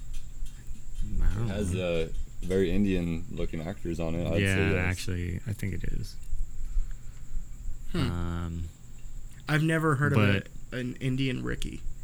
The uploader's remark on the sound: We outside on this one and a storm’s a brewin’.